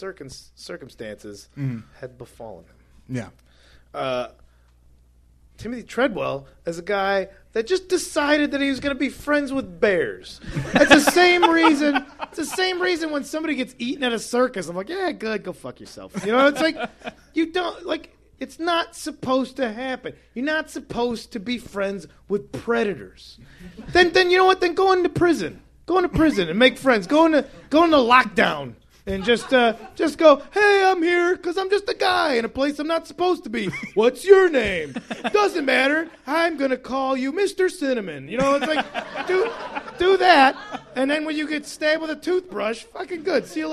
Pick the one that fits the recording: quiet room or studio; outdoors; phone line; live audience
live audience